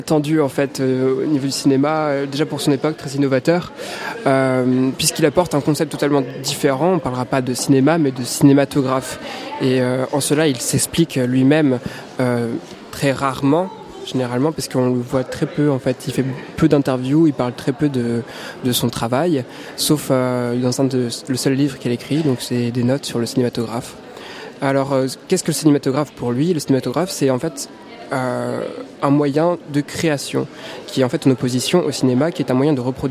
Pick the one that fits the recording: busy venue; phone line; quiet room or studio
busy venue